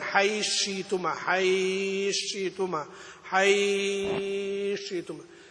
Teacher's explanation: أجازوا فيه القصر والتوسط والإشباع